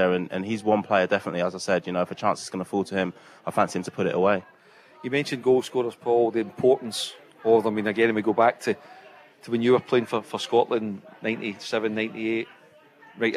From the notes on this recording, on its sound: The team are live at the Radisson Red building up to England vs Scotland at Wembley.